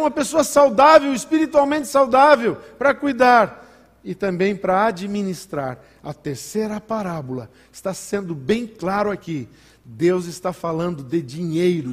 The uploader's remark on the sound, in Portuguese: em nosso Culto de Ceia dia 01/11/2020 na Igreja ABA Blumenau (Transmitido ao vivo)